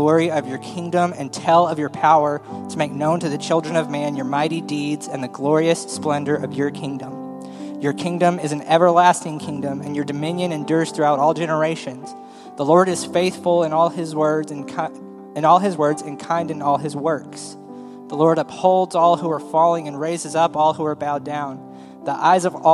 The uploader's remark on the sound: Full Sunday Service April 2, 2023